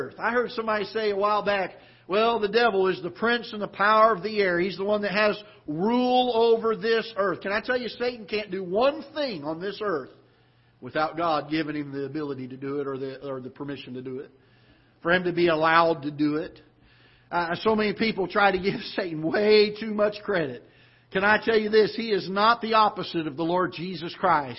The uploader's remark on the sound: Ketha Heights Baptist Church ~ Live Broadcast